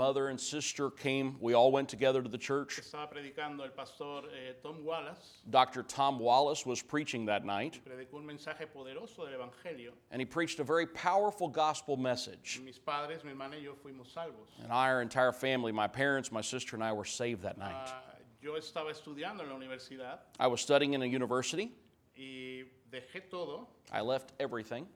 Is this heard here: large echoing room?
yes